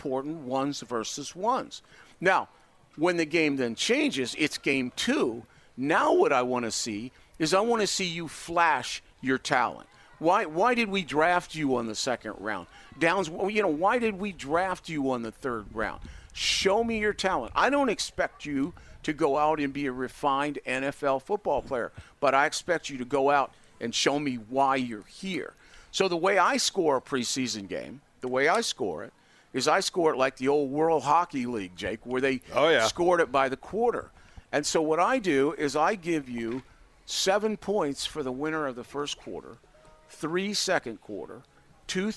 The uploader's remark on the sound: joins us live at Colts camp!